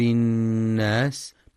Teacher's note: وينتبه القارئ للغنة في النون المشددة من كلمة الناس فهي أكمل ما تكون، مع بيان صفة الهمس والصفير في السين.